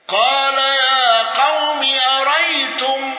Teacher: الكسائي ما عدا الضمير بحذف الهمز والإمالة